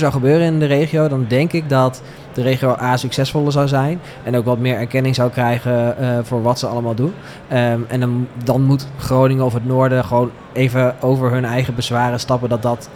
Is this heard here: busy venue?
yes